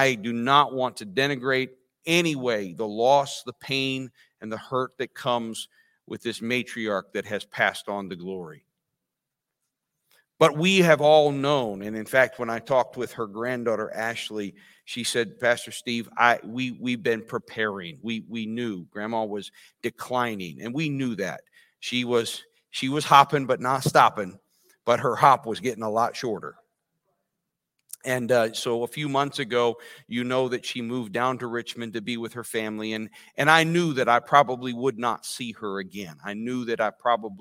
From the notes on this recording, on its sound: This sermon was recorded live on August 7th, 2022 at Newark United Pentecostal Church.